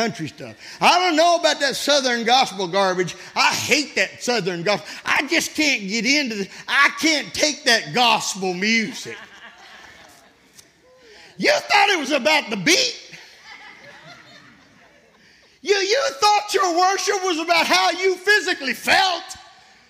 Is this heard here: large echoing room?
yes